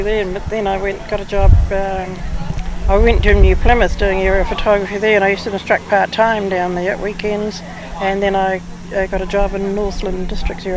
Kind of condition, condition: setting, outdoors